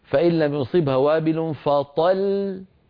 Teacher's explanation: كم لام نطقت عند الوقف؟ لام واحدة، مع أنها في الوصل لامان